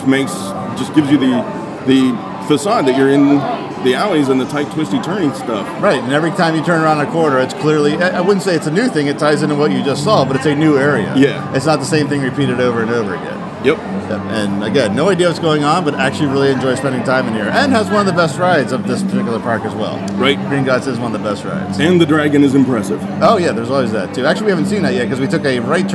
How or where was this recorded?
busy venue